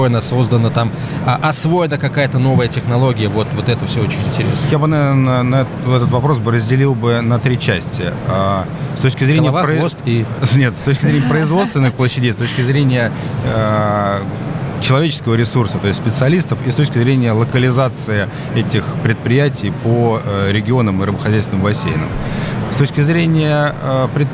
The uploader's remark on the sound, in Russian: III Международный рыбопромышленный форум открылся в Петербурге. Из открытой студии Радио «Комсомольская правда», работающей на форуме.